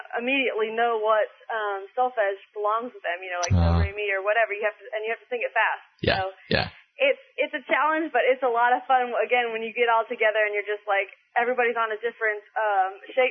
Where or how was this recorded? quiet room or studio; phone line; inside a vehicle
phone line